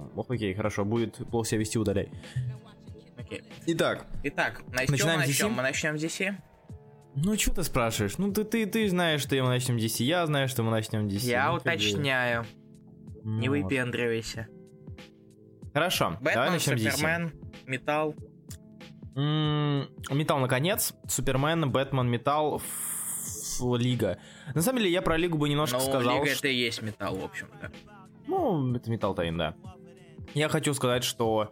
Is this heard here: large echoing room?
no